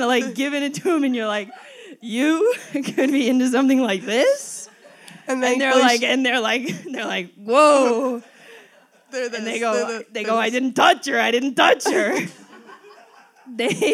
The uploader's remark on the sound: LIVE SHOW! Live from Highland Park's own Outside In theater!